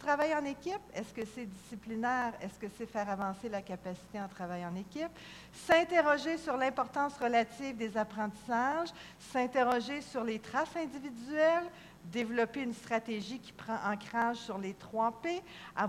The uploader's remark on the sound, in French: Conférence 201 du colloque 2015 de l'AQPC, à Saguenay.